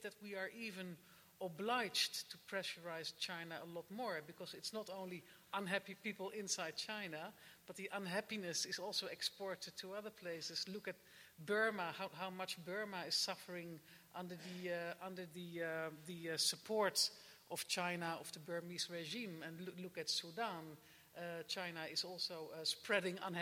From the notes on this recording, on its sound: Spoke at the PEN World Voices Festival of International Literature. At the Great Hall at Cooper Union.